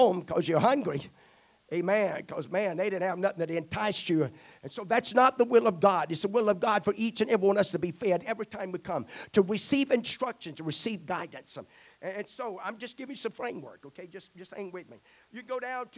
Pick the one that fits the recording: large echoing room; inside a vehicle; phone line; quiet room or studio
large echoing room